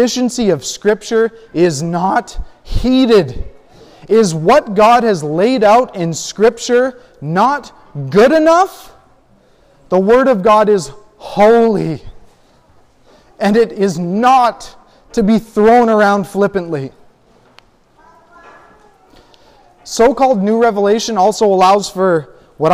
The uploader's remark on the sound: A sermon I recently preached at a gathering a few hours from my home. I was asked to come and guest preach.